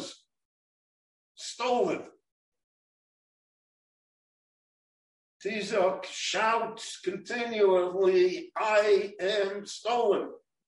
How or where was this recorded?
large echoing room